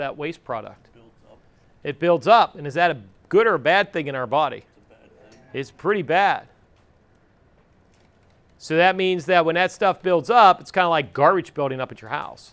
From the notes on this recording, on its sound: This episode is the raw recording of the EMT class